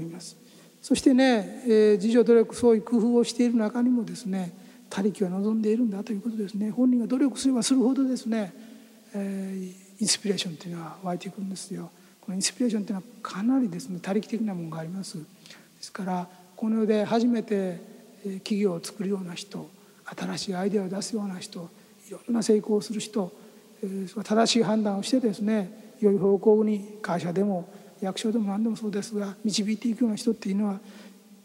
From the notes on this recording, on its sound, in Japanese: 福岡県福岡市にある幸福の科学・福岡正心館で公開録音イベントを行いました。今回は、その公開録音第２部で行った「信仰×経営」の模様をお届けします。